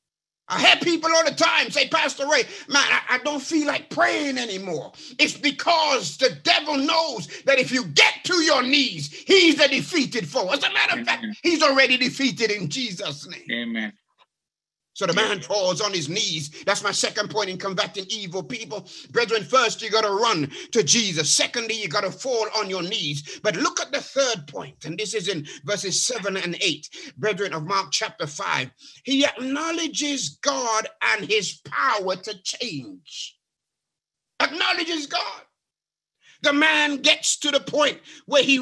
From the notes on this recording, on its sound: A 30 minute(ish) snippet from his sermon. Live from New Life SDA Church.